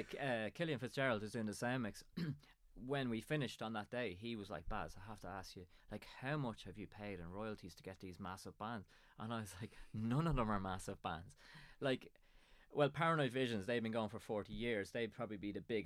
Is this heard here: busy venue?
no